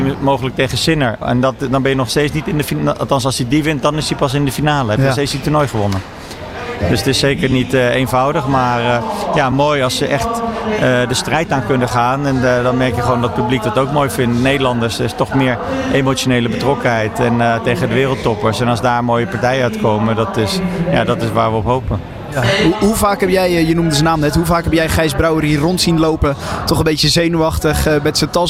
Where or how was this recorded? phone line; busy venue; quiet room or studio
busy venue